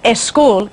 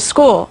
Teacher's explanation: Muchos hispanos añaden una E antes de la S inglesa · Shown in: first take · y dicen school en vez de school.